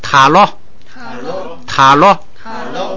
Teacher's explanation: 罗本来是升调，但是在第二音节后边不许升，那它就只好变成平调了